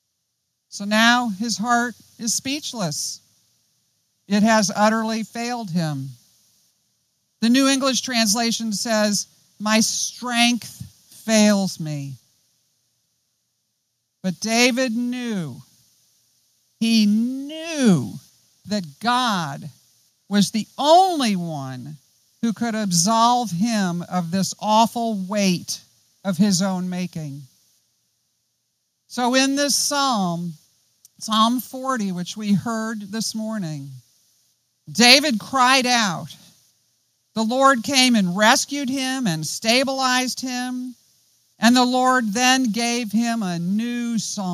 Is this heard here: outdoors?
yes